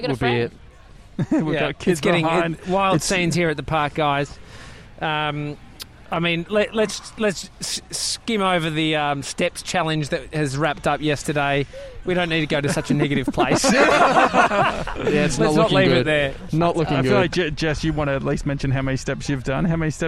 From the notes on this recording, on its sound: We're live from Edinburgh Gardens.